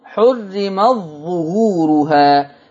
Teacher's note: حرمت ظهورها لما نيجي نضغم، شوف بقى أنا جبتها لكم من حفص الأول، من حفص شوف التاء عليها رأس الحاء الصغيرة علامة الإظهار. طب لما ورش يضغمها يبقى التاء عارية والظاء تشدد · Term: الإضغام